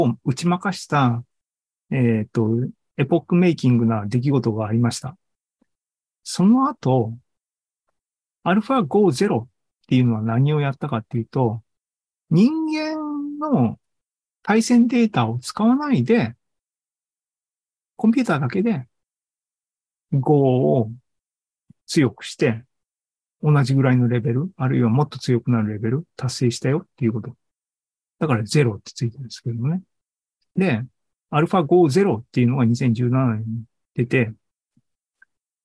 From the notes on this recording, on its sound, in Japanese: ２０２３年６月２４日に開催した ZOOMライブの模様です。